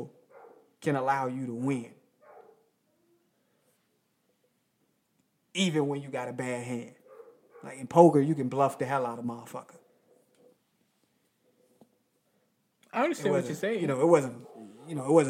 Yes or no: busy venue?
no